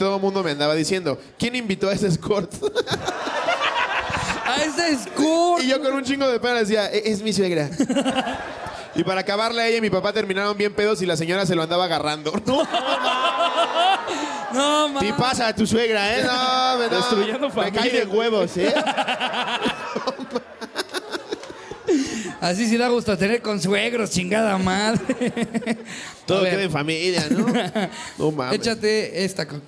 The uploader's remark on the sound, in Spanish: en este anecdotario en vivo desde celaya